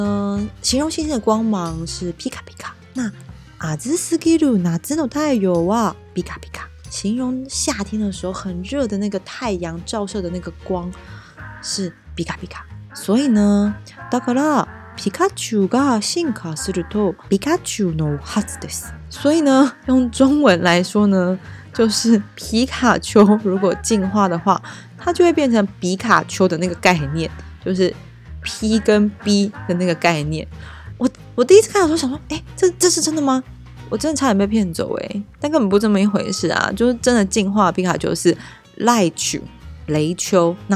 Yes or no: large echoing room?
no